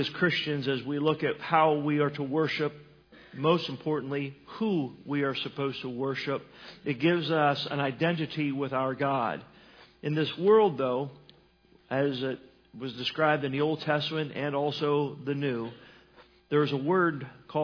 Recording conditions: large echoing room